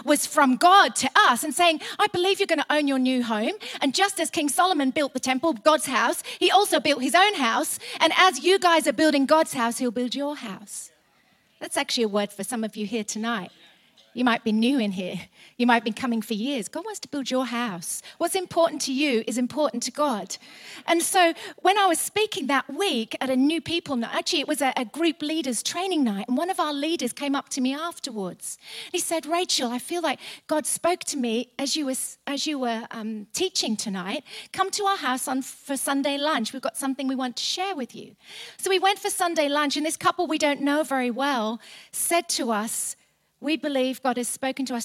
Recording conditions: large echoing room